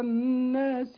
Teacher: والناس نون مشددة تغن بمقدار حركتين